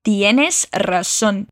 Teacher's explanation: o Z também tem som de S e vibra essa língua no R comigo